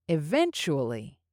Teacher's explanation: Your intonation can go up when reading this word in the sentence, because we tend to emphasize this word.